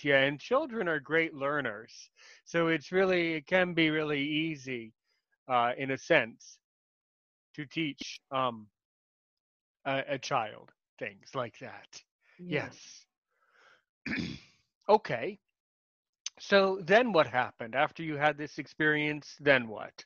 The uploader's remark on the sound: my first episode that I ever recorded, using, “Zoom